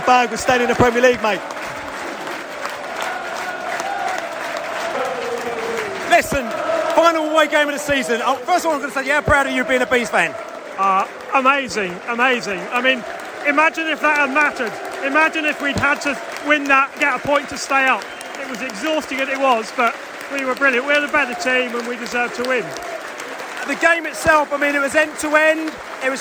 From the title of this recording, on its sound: post-match podcast from the stands